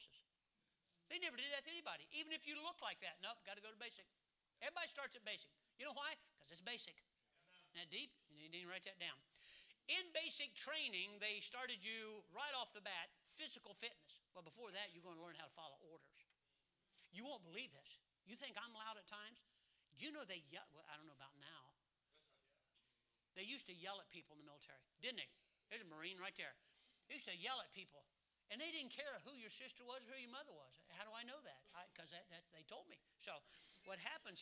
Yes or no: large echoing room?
yes